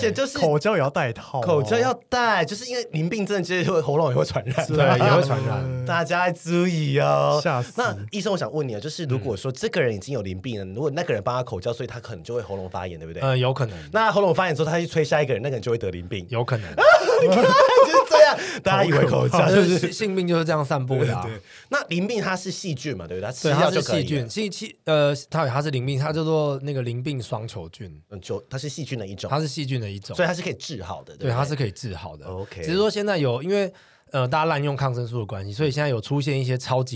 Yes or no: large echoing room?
no